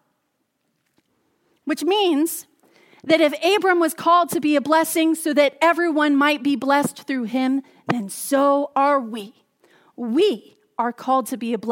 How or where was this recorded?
large echoing room